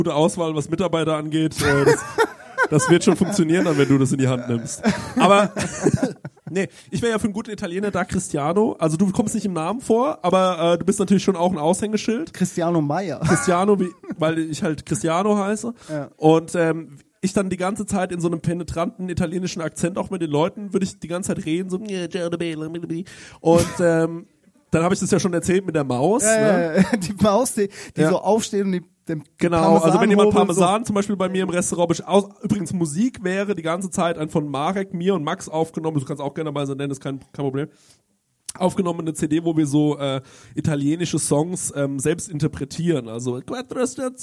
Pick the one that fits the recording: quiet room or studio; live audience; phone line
live audience